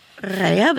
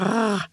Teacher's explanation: Man talar räv, så talar man om väv. Det är faktiskt ett bakre R-ljud, som rrr. Men så rundar man munnen så att det låter lite grann som ett O också samtidigt. · Term: Västerviks R-et